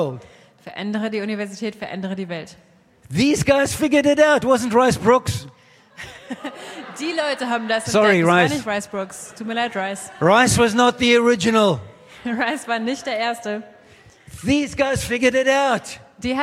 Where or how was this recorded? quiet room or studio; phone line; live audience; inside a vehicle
live audience